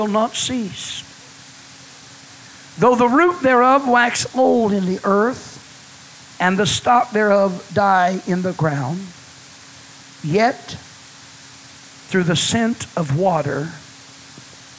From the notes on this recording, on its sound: Was preached at First Apostolic Church in North Vernon, IN on January 31, 1993. The Scent Of Water was preached at First Apostolic Church in North Vernon,.